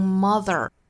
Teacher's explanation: 单词尾部含有字母 r，美音这里卷舌